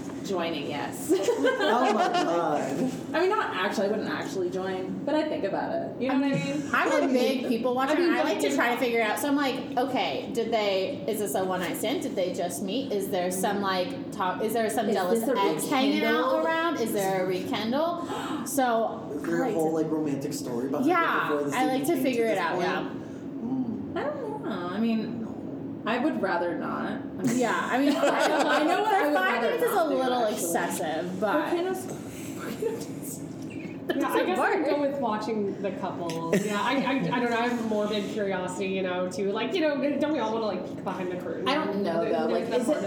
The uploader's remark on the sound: recording live at a teacher conference and joined by many!